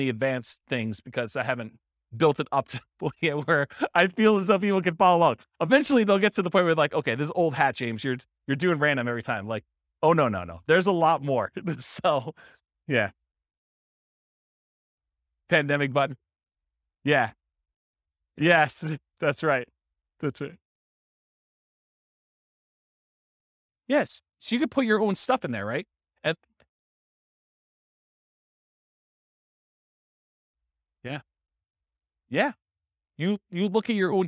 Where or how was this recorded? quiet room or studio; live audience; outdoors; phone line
live audience